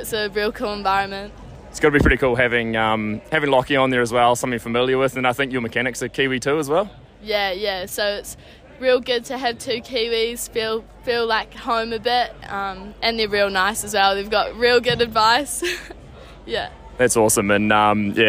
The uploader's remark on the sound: NZ National Champs post race interviews